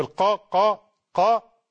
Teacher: حرف القاف يخرج من أقصى اللسان مع ما يحاذيه من المنطقة الرخوة من الحنك الأعلى